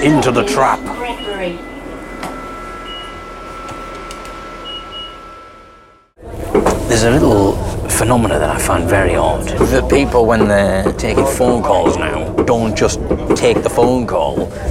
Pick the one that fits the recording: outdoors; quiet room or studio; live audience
outdoors